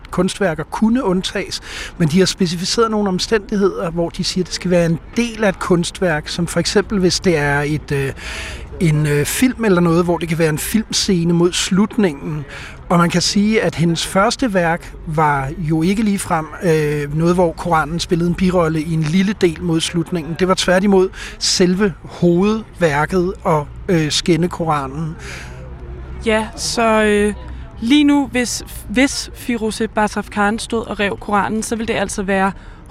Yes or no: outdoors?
yes